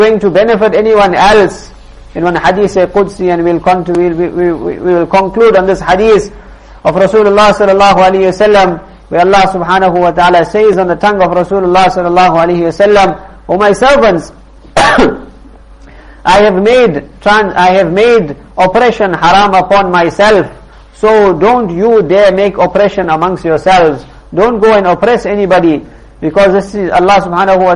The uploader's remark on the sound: Jumuah lecture at Musalla Musab bin Umayr